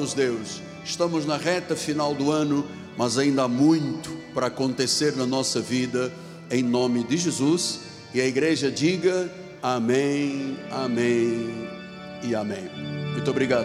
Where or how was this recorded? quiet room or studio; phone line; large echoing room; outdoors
large echoing room